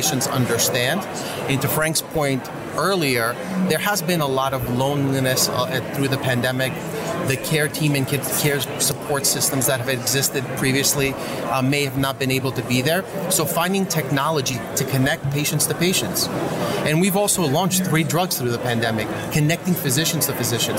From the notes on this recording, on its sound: Live at Pharma USA.